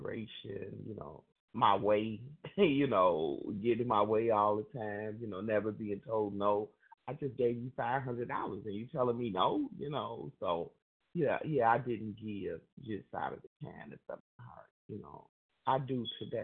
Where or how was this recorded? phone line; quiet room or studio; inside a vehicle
phone line